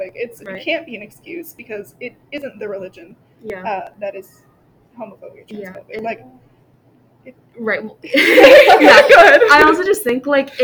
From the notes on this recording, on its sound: Still recording in the school building, so please excuse any background noise.